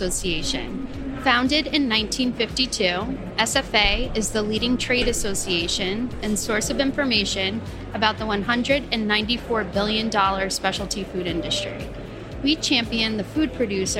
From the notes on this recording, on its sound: On this episode of Spill & Dish, which was recorded at the Winter Fancy Food Show.